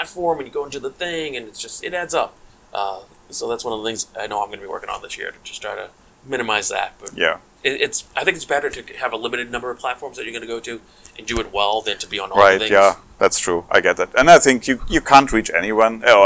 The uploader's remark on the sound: This is the second of two live episodes recorded at TotalCon 2023.